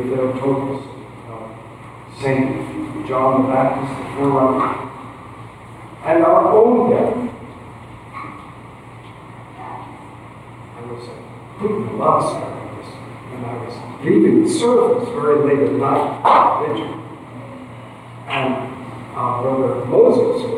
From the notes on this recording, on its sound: please excuse the poor audio quality